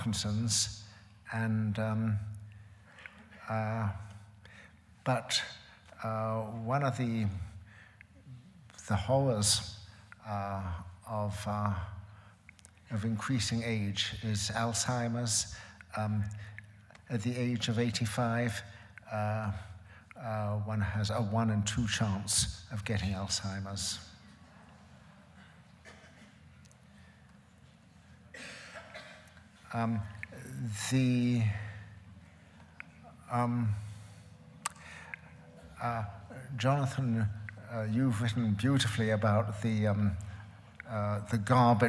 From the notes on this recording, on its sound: It was recorded on February 10, 2011 in front of a live audience at New York's 92nd Street Y.